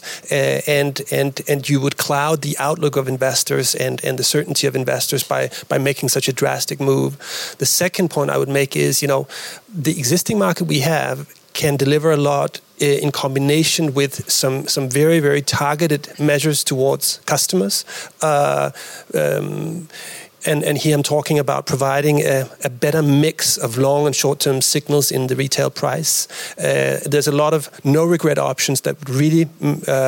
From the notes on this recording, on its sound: Live recording of the Watt Matters podcast, hosted at Eurelectric's offices in Brussels, with support from Siemens and Linde.